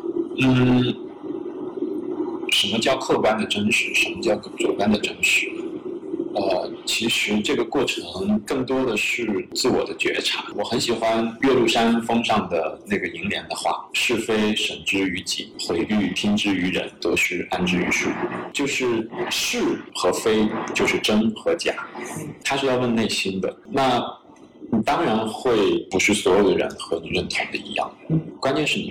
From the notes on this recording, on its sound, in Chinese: 这期播客音频部分片段可能影响收听体验，我们尽力补救过。如果有能够规避收音糟糕的解决方案，欢迎告诉我们。